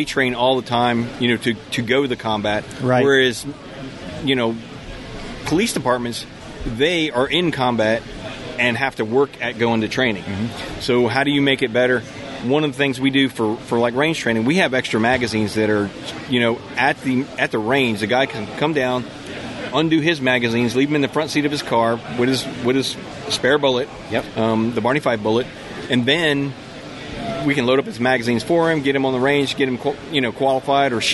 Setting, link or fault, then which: setting, busy venue